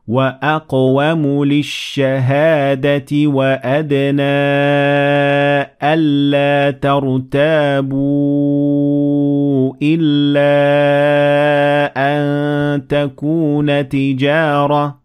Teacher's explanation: we call it a disconnected med, med munfasil. And this med gets 4 harakat